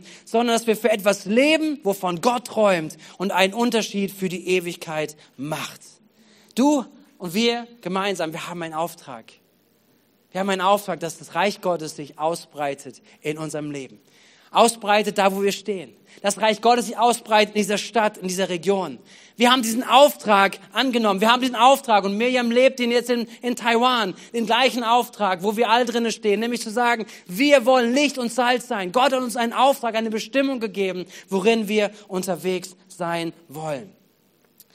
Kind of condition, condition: setting, large echoing room